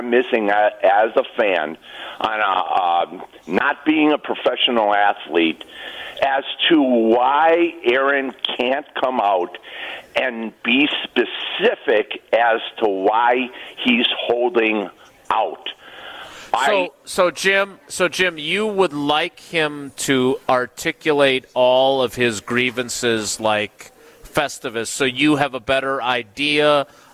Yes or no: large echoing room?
no